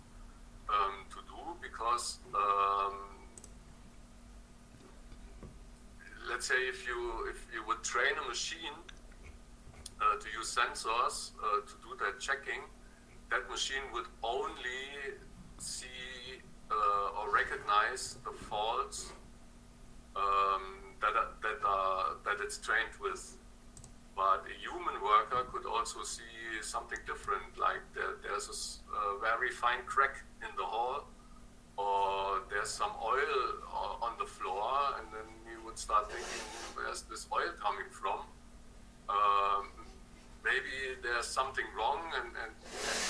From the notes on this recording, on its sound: Test - sound recorded. Meeting sound - not clear.